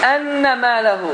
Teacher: Nunla mim şəddəli olarsa, qunnə edilir və iki hərəkə miqdarda uzadılır.